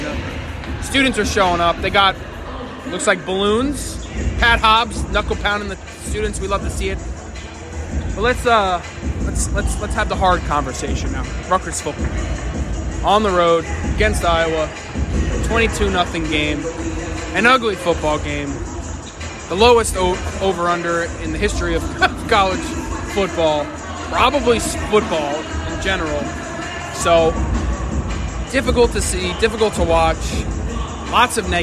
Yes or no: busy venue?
yes